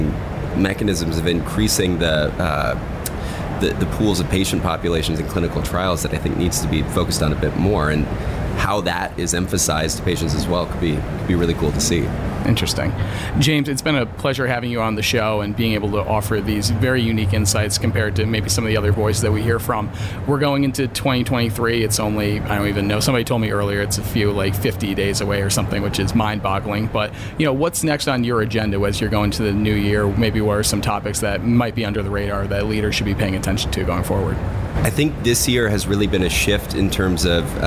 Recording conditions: busy venue